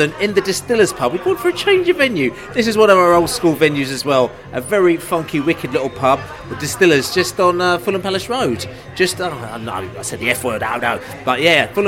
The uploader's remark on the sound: Bolton pre-match podcast from the pub.